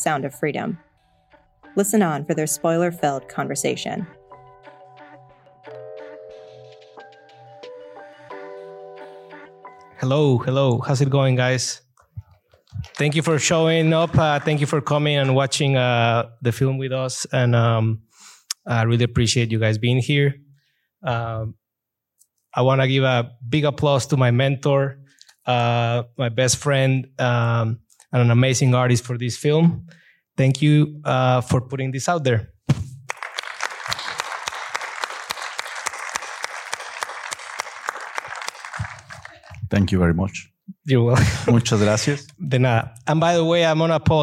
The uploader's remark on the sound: in a Q&A at the DGA theater in Los Angeles